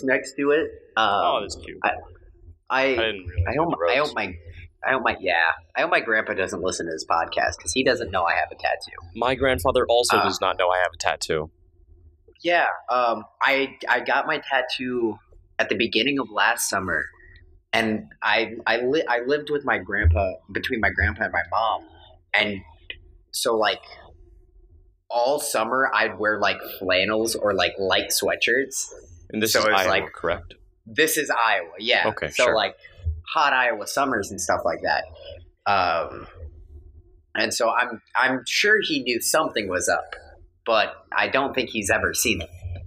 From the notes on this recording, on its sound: This first episode had some audio issues